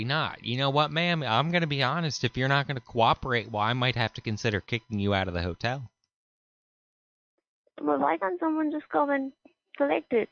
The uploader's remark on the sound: Prank Phone Calls Collection